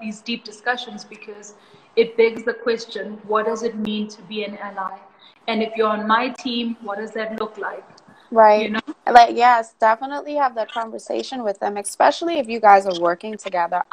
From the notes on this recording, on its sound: The audio might not be the greatest but the stoke is!